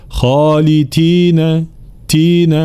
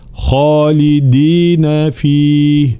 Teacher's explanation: كلمة خالدين دائما ننبه على حرف الدال، حرف شديد مجهور · Shown in: second take